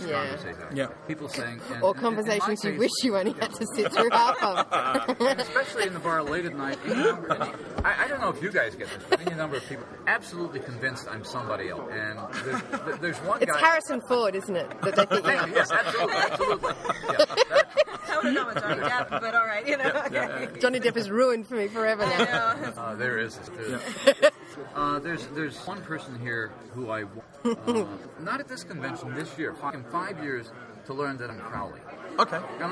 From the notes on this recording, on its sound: Live from the Locus/Twelfth Planet Press in the World Fantasy Convention 2010 dealer's room. The sound quality may be affected by the venue, along with random background announcements.